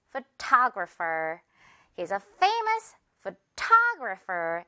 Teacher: 타 부분에 강세 준다는 거